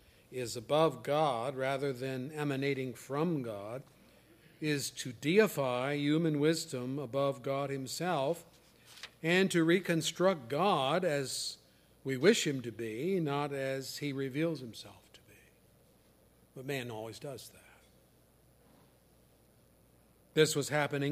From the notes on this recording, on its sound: services recorded at Thornville Baptist Church